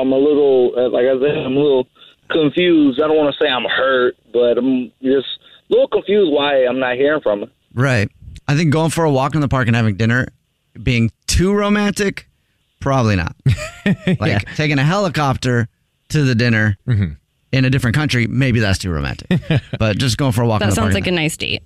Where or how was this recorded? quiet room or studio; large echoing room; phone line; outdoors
phone line